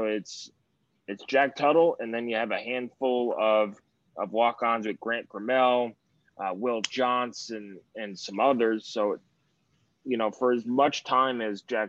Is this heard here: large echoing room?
no